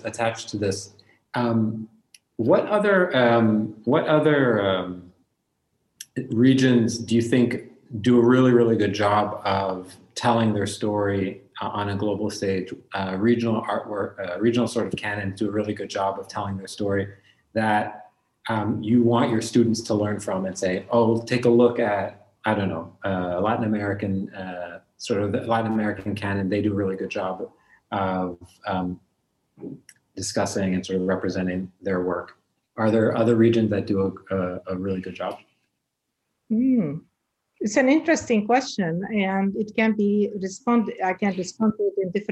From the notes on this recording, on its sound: Our long-form interview series, hosted on Zoom. There is a moderated town-hall style Q&A with questions coming from the live virtual audience on Zoom.